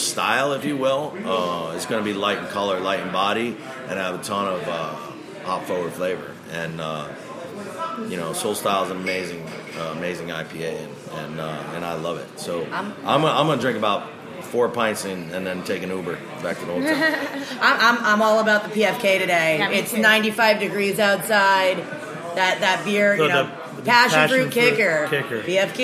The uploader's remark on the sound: A special show that was recorded live at The Gate in Brooklyn, celebrating the brewery's 20th anniversary!